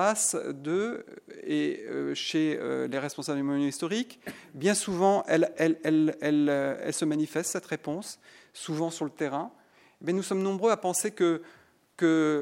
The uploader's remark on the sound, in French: Intervention enregistrée le 07 octobre 2010 dans le cadre du colloque « Exposer l’art contemporain dans les monuments historiques ».